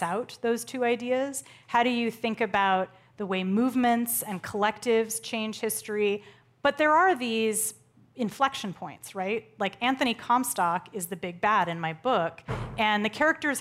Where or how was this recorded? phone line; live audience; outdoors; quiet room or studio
live audience